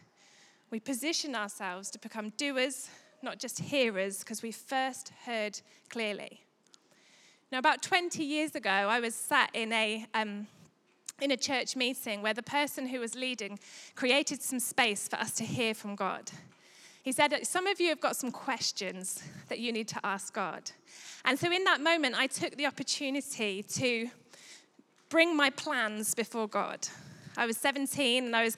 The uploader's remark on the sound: Recorded live at Life Church Lancashire 19th June 2022.